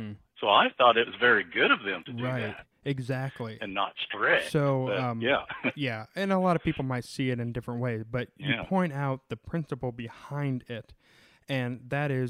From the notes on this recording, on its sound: This episode was recorded during the Covid-19 quarantine. Sound quality may vary because conversations with our guests are taking place over the phone.